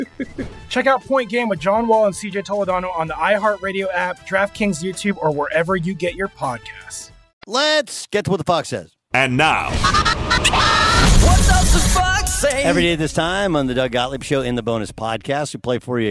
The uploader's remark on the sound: live from Rams Training Camp in Irvine, CA!